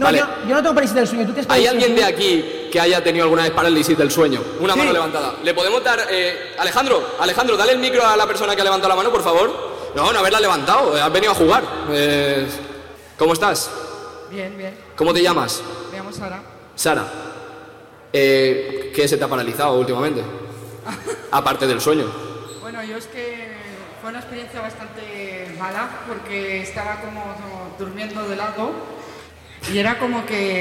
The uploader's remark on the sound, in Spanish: Finales de julio tuvimos la oportunidad de cerrar la temporada en directo dentro del 'Propera Parada: Summer Fest'.